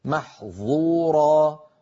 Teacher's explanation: ولو نطقناها مطبقة مفخمة لصارت محظورة فغيرت المعنى